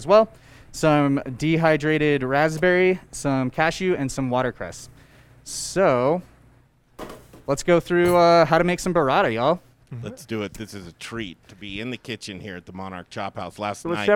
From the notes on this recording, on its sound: Live from Monarch Casino Resort Spa!